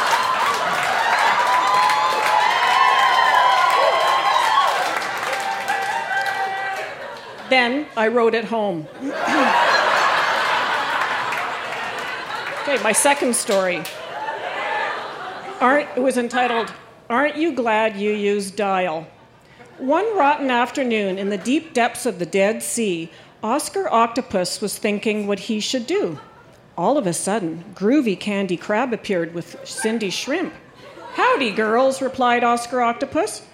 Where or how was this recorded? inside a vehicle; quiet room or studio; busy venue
busy venue